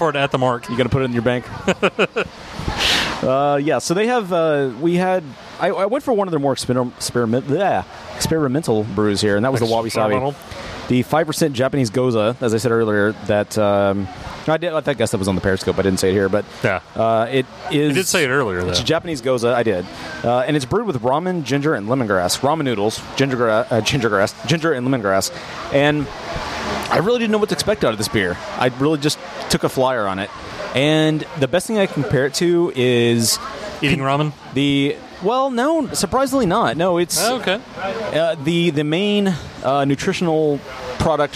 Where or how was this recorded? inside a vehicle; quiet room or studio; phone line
inside a vehicle